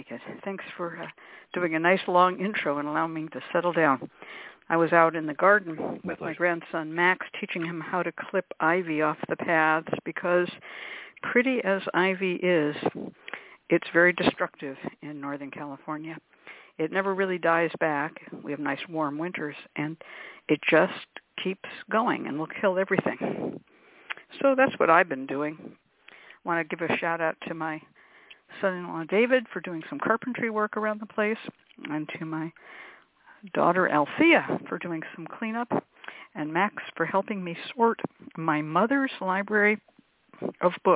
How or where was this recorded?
phone line